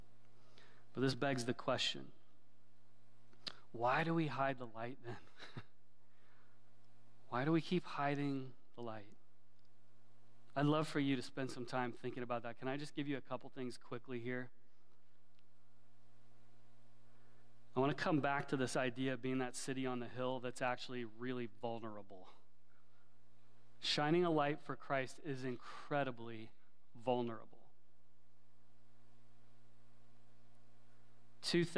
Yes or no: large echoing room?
yes